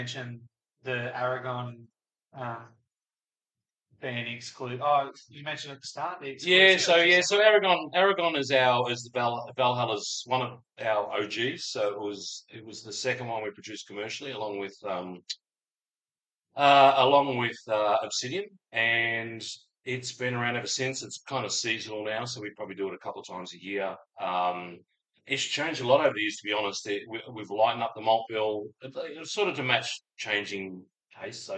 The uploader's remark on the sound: Despite a technical fail leaving this episode sounding like it was recorded using tins cans and a piece of string